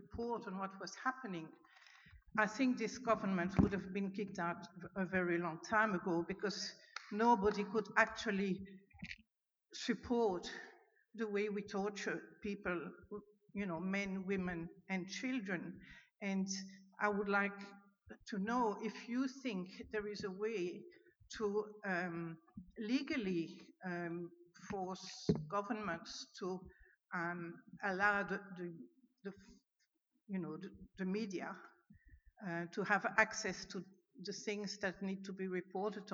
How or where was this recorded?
live audience